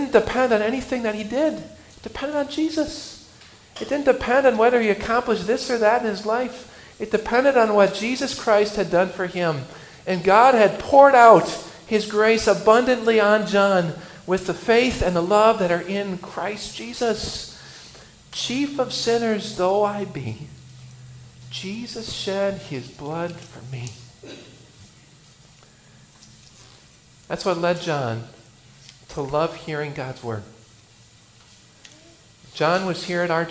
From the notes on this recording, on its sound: I preached for the funeral of a dear Christian man from our congregation.